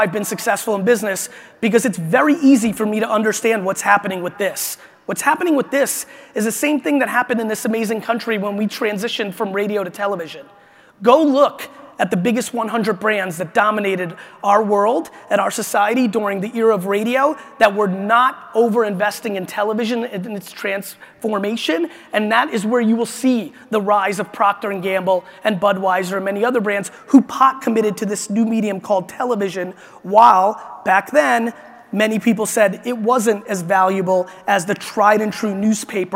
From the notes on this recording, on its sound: This is a keynote I gave in Vegas at the International Franchise Association